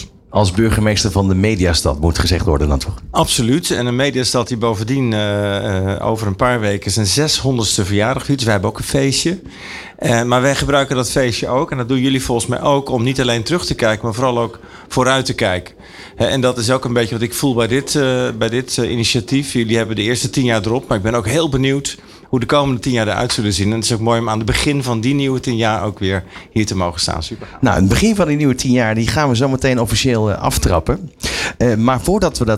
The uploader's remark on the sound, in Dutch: Tienjarig jubileum ALLsportsradio 31 januari 2024 - Afterparty